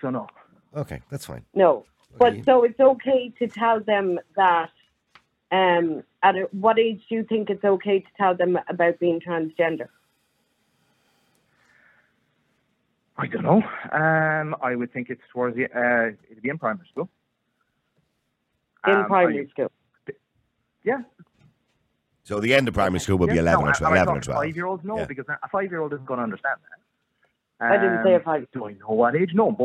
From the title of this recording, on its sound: Callers Only